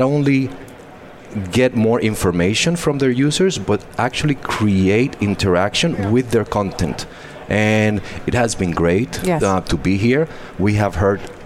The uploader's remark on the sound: Day 3 Live at NAB show 2017! Live from the NAB show 2017 Advanced Advertising Pavilion.